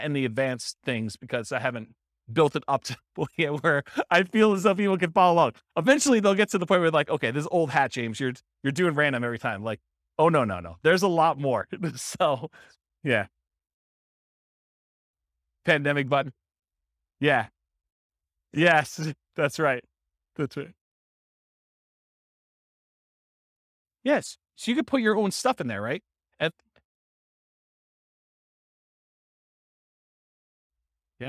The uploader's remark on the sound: This was a live class recorded.